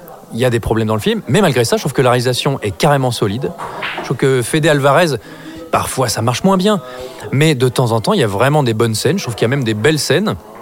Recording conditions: busy venue